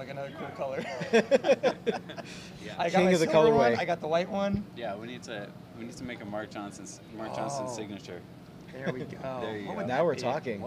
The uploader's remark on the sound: takes a field recorder to the NAMM floor